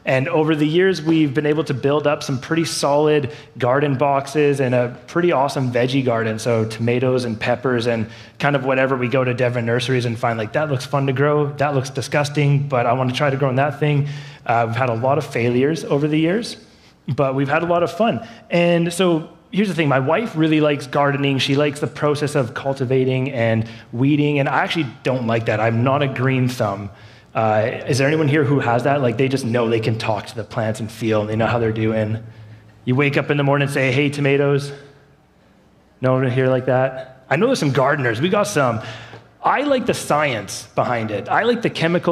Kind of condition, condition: setting, large echoing room